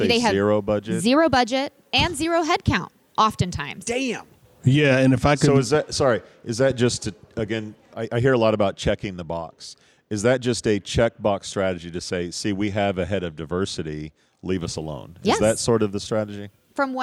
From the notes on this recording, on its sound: live from the Detroit JOY Roadshow stop